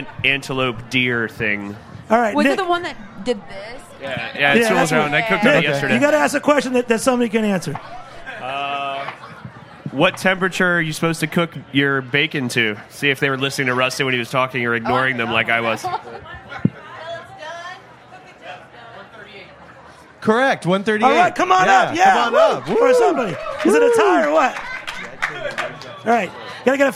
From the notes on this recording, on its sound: broadcast from the Charleston Wine + Food Festival